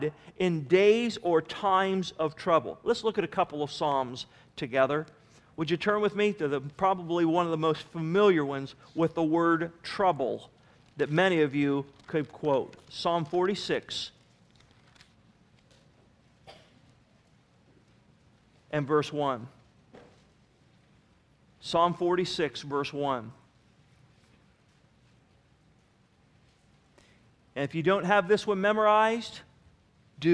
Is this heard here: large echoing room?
yes